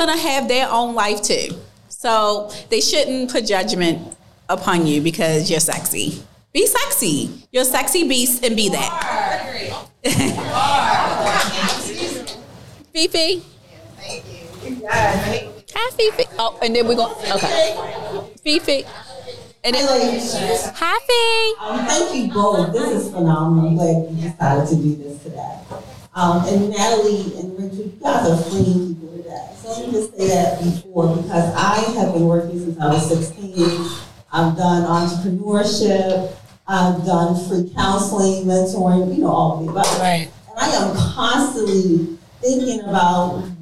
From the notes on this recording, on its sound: Live Recording. Live podcast recording - recorded during the Femininity Brunch Event. Answer live questions from my fems attendees.